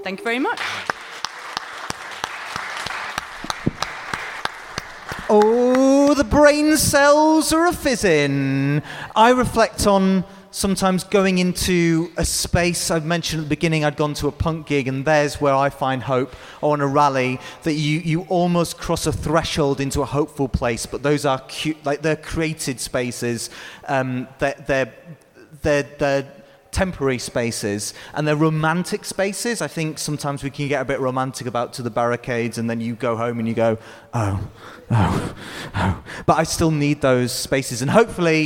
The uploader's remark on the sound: Live at Big Up Fest! First podcast in front of a live audience! Recorded as part of BIG UP FEST at The Tetely in Leeds.